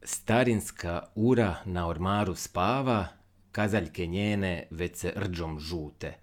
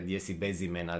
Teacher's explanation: u prvoj strofi ima puno više bezvučnih suglasnika nego u zadnjoj · Shown in: first take · mm Odnosno, taj se omjer prema kraju pjesme promijeni.